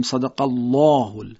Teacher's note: لام الله اینجا تغلیظ میشه